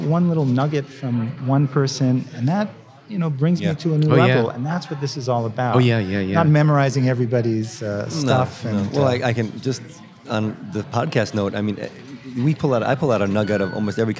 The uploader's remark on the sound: the short conversation we had with him at the 2017 OPTIC Conference